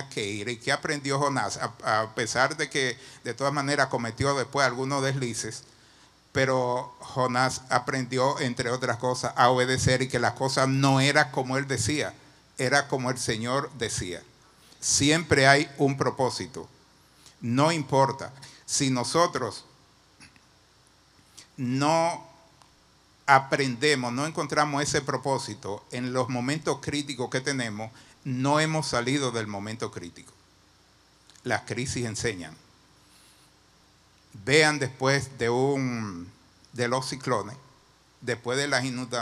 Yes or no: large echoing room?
yes